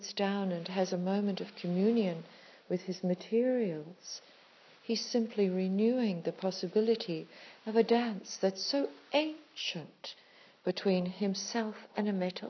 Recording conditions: phone or laptop microphone